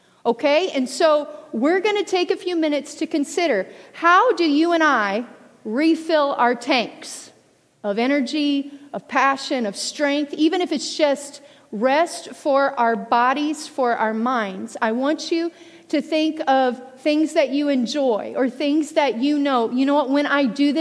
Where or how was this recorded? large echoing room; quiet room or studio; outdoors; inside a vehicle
large echoing room